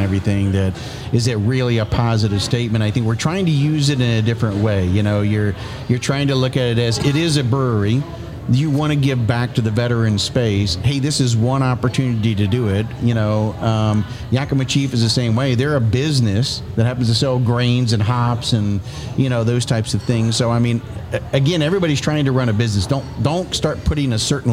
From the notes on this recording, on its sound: Taped at Line Creek Brewing Co., Fayetteville, GA